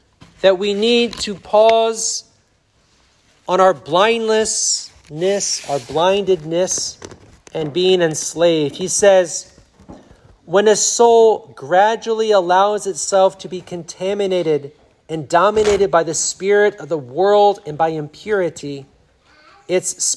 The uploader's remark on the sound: Sermon preached at Blessed Virgin Mary Church Warners, NY SSPX